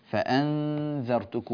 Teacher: نون ساكنة بعدها ذال، هذا إخفاء حقيقي، والنون مرققة لأن بعدها ذال مرققة، قلنا إن الغنة تتبع ما بعدها فرقق النون لأن الذال مرققة.